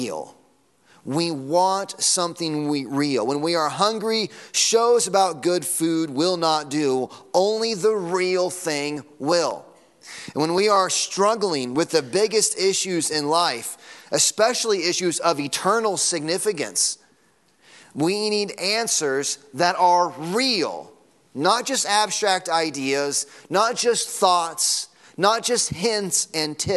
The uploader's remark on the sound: Sunday morning sermon audio.